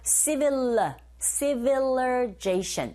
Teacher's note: 그리고 civil lie가 아니라 이때 발음은 강세 앞부분에 이 부분에 있어요. 뒤에 나온 I 부분에 강세가 없기 때문에 이 소리 자체가 약화되어져서 어처럼 발음이 들립니다. 그래서 civilization 이렇게 발음하셔야 돼요.